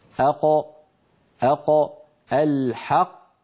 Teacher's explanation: ولاحظوا بأن هذه المنطقة ترتفع، منطقة أقصى اللسان ترتفع كما نرى في اللوحة، وتقرع المنطقة التي اسمها الحنك اللحمي · Term: القاف